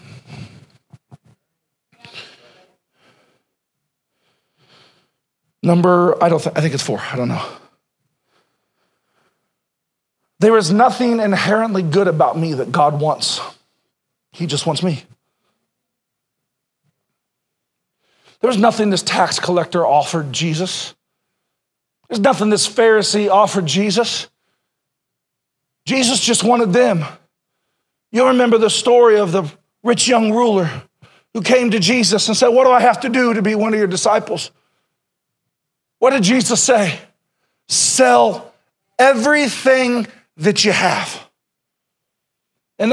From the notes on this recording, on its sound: Sermon originally preached April 14, 2021